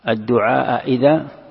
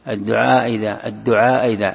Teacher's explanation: تسهيل الثانية بينها، أي بين الهمزة وبين الياء · Shown in: second take · الثانية مكسورة الدعاء إذا، فتعطيها شيء من الياء، من حرف الياء.